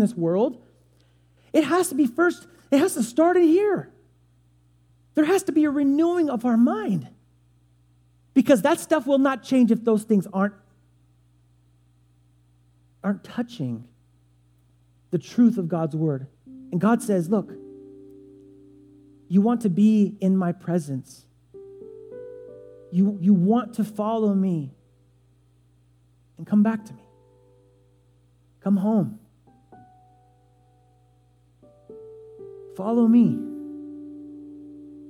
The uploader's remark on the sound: Delivered on 8 October 2017 at Grace Church of La Verne . Delivered on 8 October 2017 at Grace Church of La Verne .